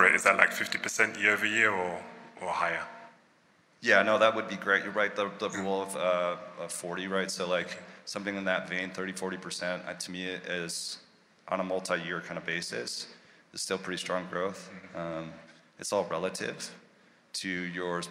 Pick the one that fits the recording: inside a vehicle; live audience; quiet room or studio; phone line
live audience